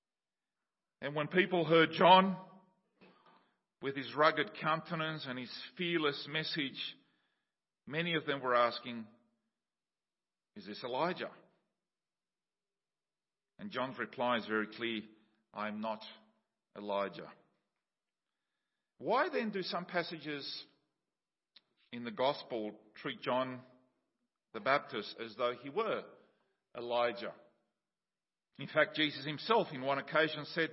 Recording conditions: large echoing room